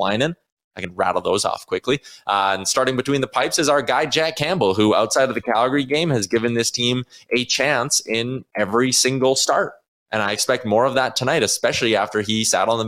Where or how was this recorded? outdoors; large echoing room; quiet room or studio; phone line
quiet room or studio